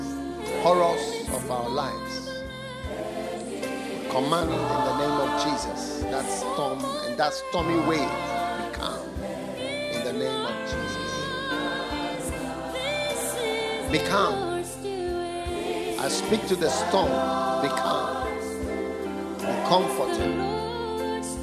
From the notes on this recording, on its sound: Preached at the FLOW Church Service.